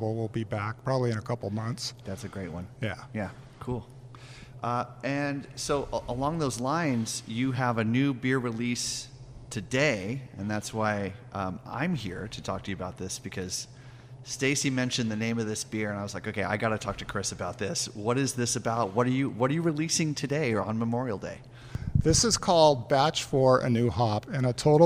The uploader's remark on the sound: live at Timeless Pints